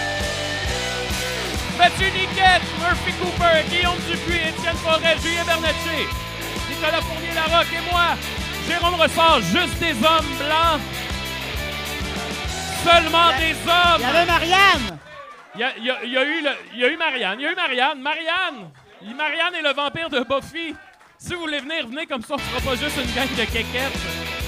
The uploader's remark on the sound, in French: Live au O Patro Vys.